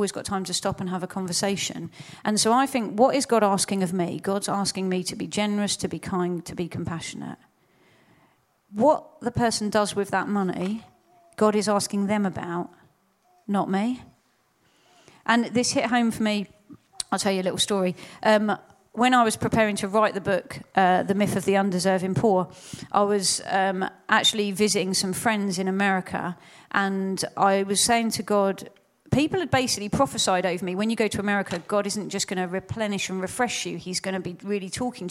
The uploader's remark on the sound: Proximity 2019 Seminar. Recorded at Proximity 2019.